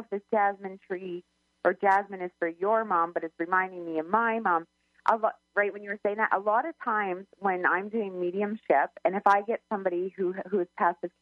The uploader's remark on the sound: Call-in Show